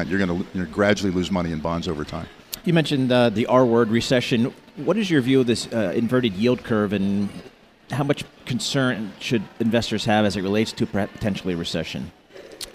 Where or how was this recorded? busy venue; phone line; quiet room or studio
busy venue